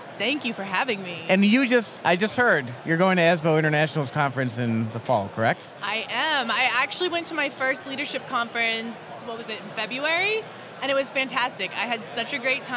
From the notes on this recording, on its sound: Today we’re coming to you LIVE from the ASBO New York Education Summit trade show floor. Flag down those passing by to get their take on such a wonderful organization!